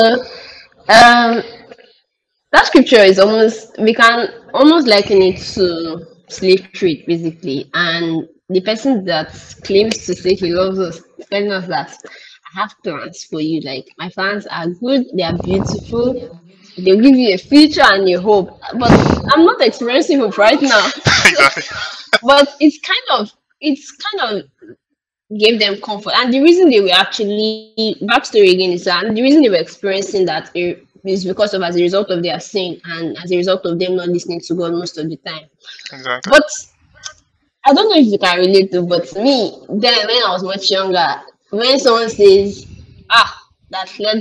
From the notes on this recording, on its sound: Kindly listen to this episode please forgive our sound quality we would do better as we go on.